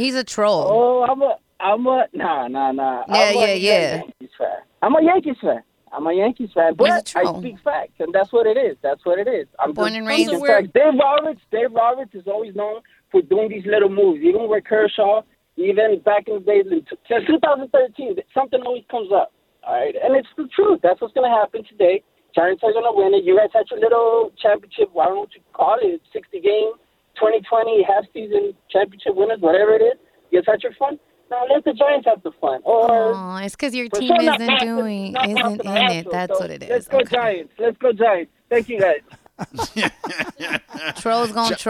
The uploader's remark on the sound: take phone calls